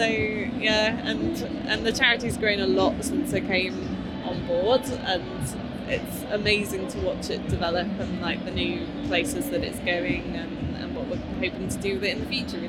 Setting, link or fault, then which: setting, busy venue